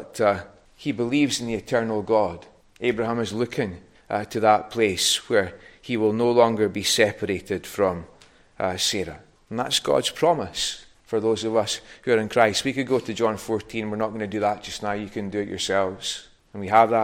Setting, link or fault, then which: setting, large echoing room